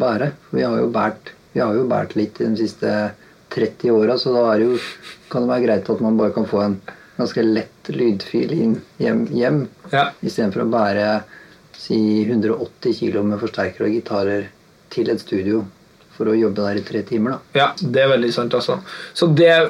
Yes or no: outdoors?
no